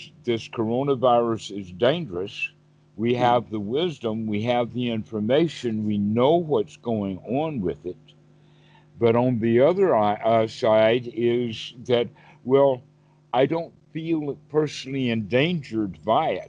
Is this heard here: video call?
yes